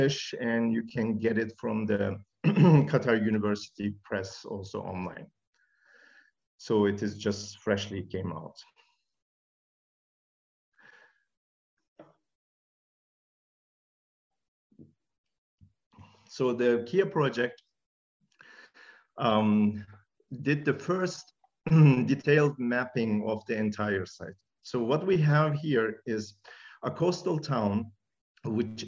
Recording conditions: video call